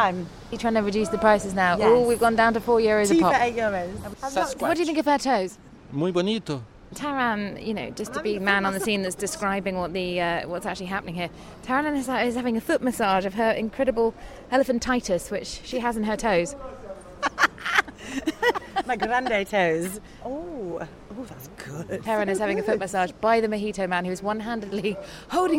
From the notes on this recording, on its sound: Take a trip with us to Sa Trinxa today. On the beach for an end of retreat season special.